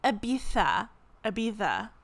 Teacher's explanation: the Z is pronounced with the th sound